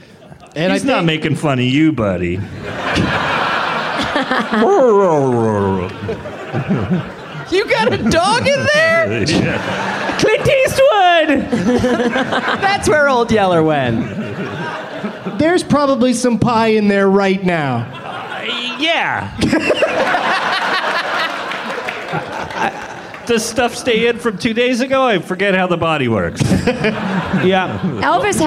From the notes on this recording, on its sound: Live from Day One of Bumbershoot in Seattle, WA